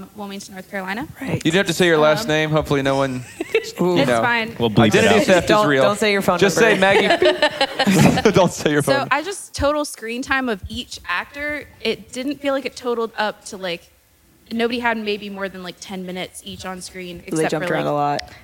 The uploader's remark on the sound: Close out season 1 in front a live audience.